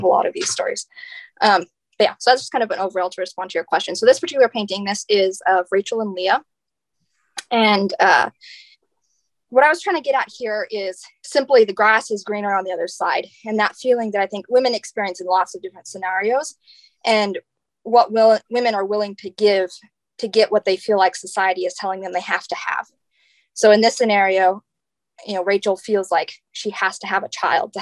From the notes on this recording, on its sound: Webinar/Facebook Live series